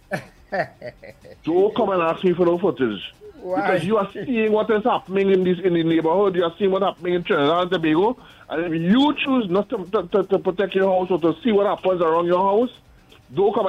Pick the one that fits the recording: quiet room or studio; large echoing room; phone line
phone line